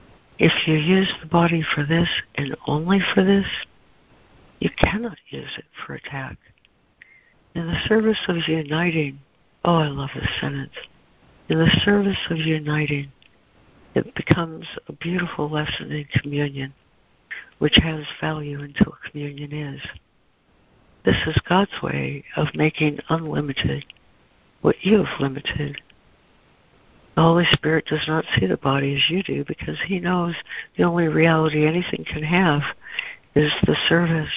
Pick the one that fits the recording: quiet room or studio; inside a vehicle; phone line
phone line